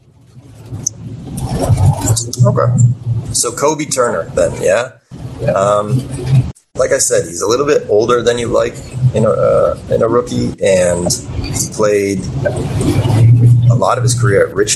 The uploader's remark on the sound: Apologies for the poor audio, which will hopefully improve as we move forward!